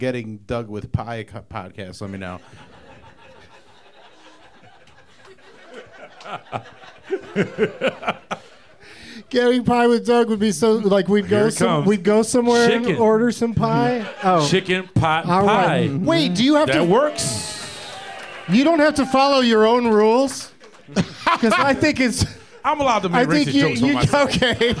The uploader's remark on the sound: Live from Dunlap’s Corner Bar in Cleveland